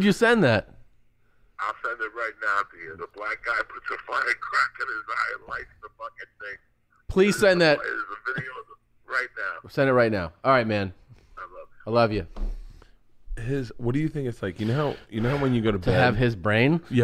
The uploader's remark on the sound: on the phone